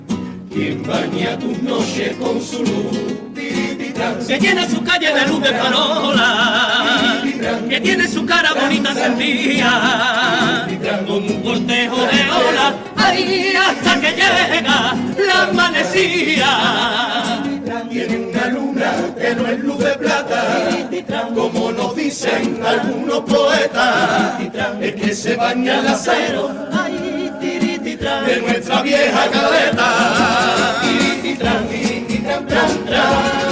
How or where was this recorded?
live audience